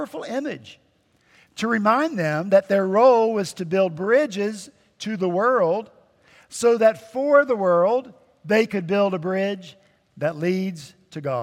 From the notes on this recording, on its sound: At Redeemer Presbyterian Church in Charleston, SC